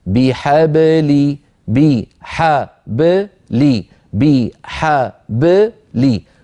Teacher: انظروا إلى كلمة حبلي الباء ساكنة مقلقلة قبلها مفتوح وبعدها مكسور علينا أن ننطق هذه الباء الساكنة المقلقلة دون أن تتأثر بالفتحة قبلها أو الكسرة بعدها فإن تأثرت بالفتحة قبلها قال القائل بحبلي بحبلي وهذا لا يصح